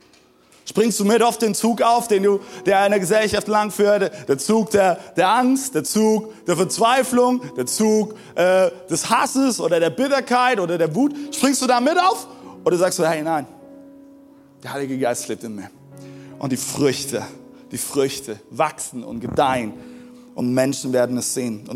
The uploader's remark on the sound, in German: Zeal Church Dresden. Audiomitschnitt der Predigt. Im Kurländer Palais in Dresden.